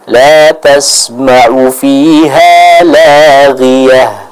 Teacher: huruf ghoin pada kata laghiyah, maka dibaca dengan tipis. Jangan kita baca laghiyah.